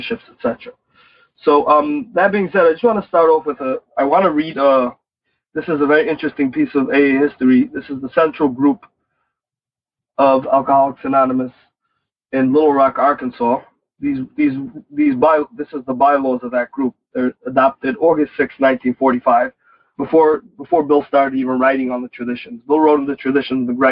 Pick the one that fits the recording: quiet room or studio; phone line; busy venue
phone line